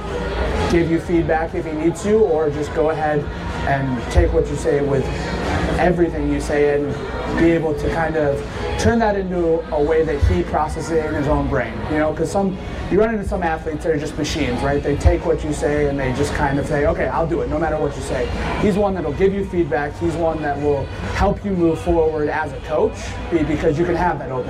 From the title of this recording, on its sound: Bonus Episode LIVE!!! From Wodapalooza